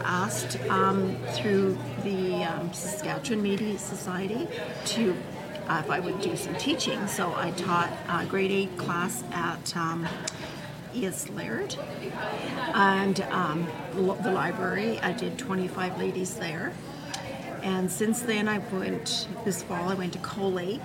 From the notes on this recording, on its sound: Join us as we go live at the Indigenous Makers Market.